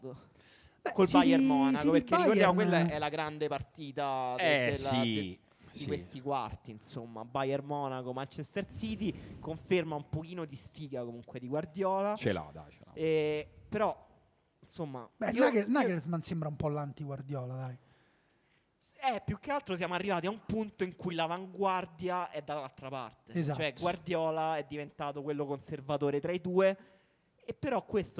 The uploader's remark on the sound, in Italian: La registrazione del nostro live presso l'Apple Store di Via del Corso per Today at Apple.